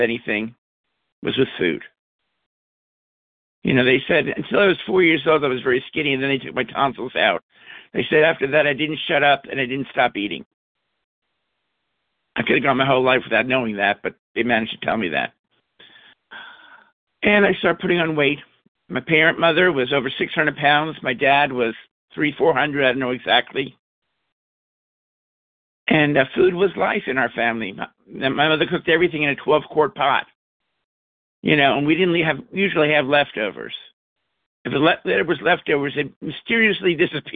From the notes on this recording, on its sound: 100 Pounders Phone Meeting